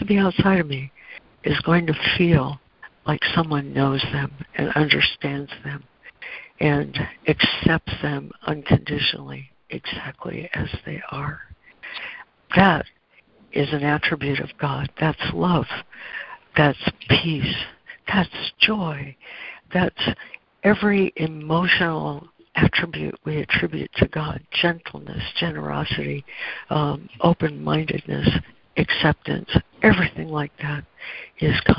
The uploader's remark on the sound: ACIM Daily Conference Call